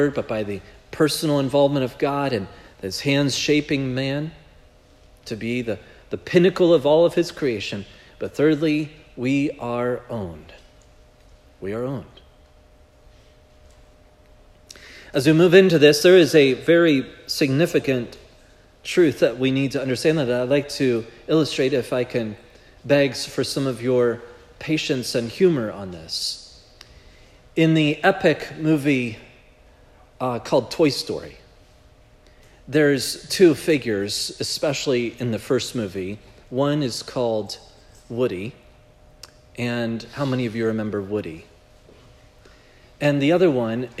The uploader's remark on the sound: This message was preached at Providence Church on January 7, 2024